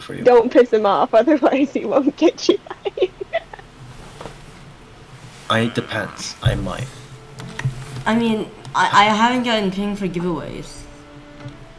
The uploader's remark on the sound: Random sounds in the background. Nobody knows how to keep their family quiet, apparently.